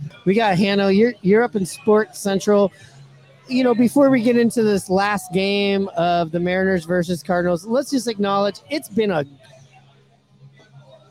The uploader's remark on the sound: Live from Pioneer Tacos & Tequila!